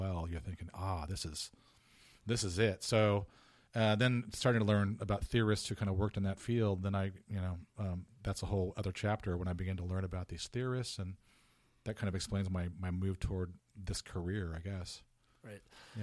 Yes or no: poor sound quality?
no